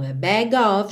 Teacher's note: juntinho, o G no O, tá bom? Bag of, OF com som de OV, nesse of, então a bag of beans for me.